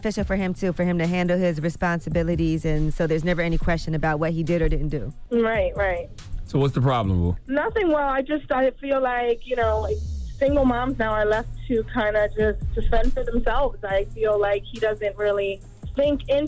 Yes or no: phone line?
yes